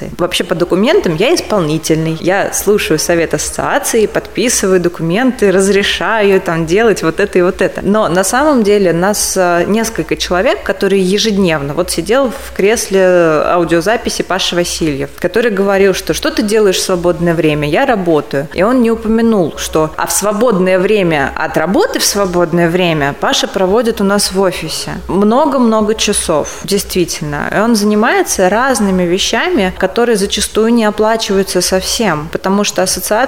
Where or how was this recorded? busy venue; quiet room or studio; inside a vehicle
busy venue